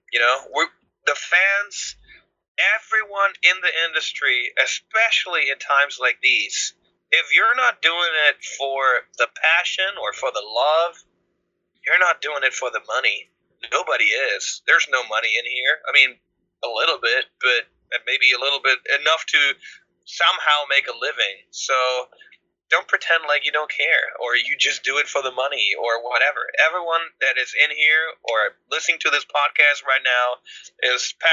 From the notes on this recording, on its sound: over Skype from their home studio